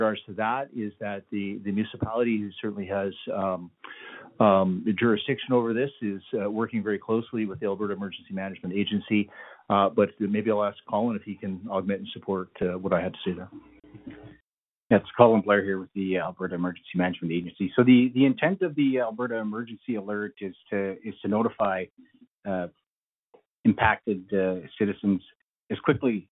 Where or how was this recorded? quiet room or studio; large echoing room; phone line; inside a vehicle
phone line